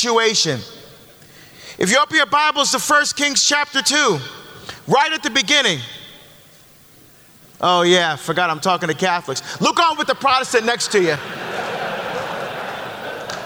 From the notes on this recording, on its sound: LIVE from the Deeper into the Psalms from the Ignite Bible Tour